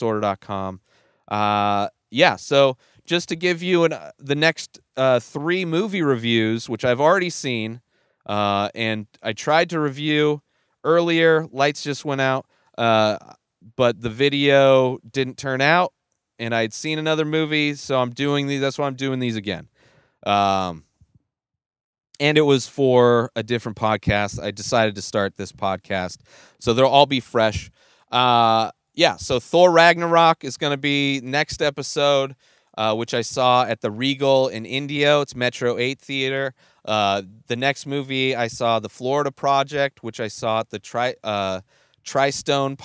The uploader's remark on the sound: Directly from the movie theater to the back of his van to record his thoughts and opinions.